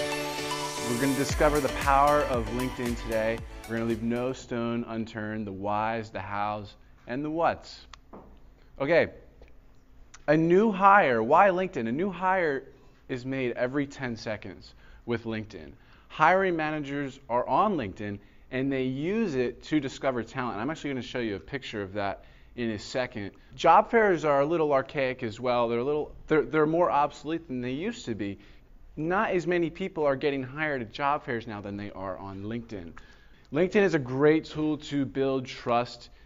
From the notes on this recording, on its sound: This was a lecture given at Florida Gulf Coast University